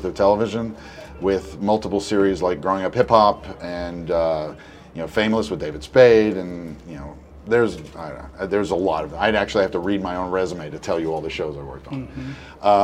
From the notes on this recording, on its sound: sit down on location at SXSW